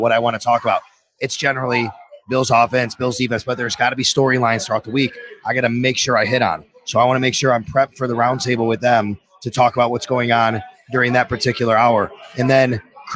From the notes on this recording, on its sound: For a sit-down conversation taped a few nights ago live from Imperial Pizza in South Buffalo. Thank you again to Imperial Pizza (1035 Abbott) for hosting this live series.